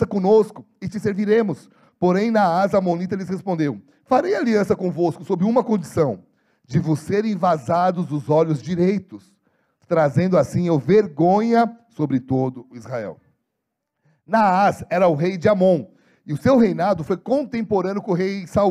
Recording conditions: large echoing room